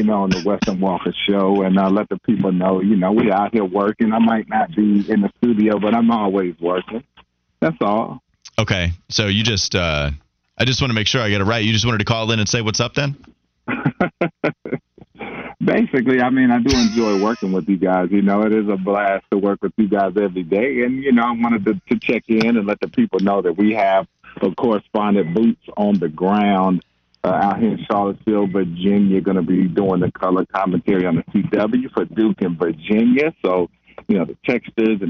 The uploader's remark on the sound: two special guests call in as well